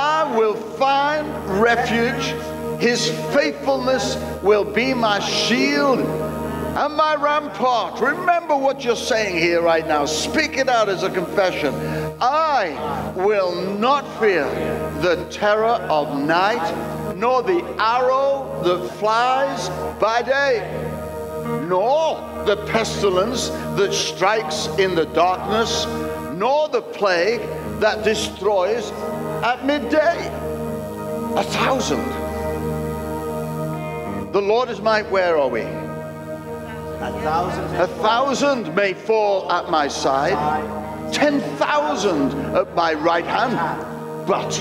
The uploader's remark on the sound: Recorded at Destiny Church, UK, WF1 4AF